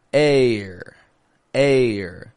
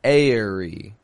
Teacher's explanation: the combination is the long A with an unstressed R